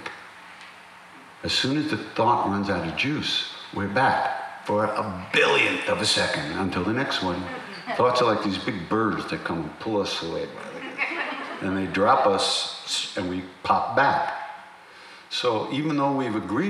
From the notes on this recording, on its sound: during the Heart of Devotion workshop at Princeton University